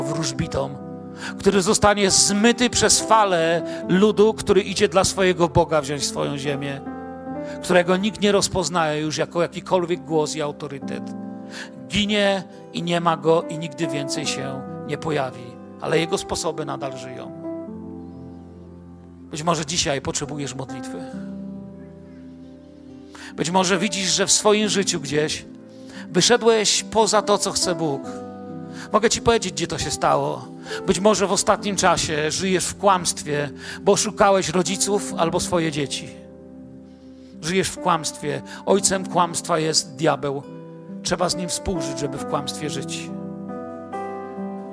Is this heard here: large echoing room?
yes